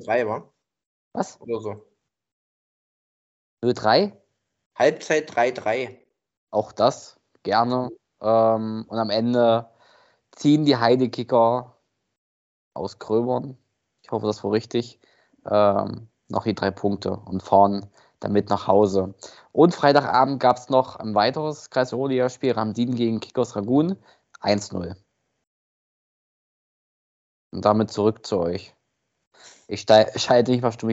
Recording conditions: video call